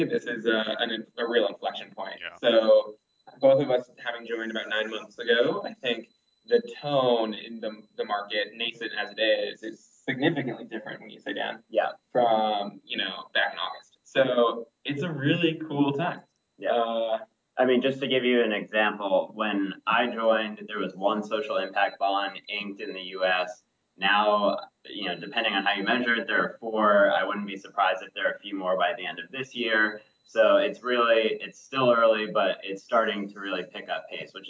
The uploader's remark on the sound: Recording quality = a little down because of connectivity issues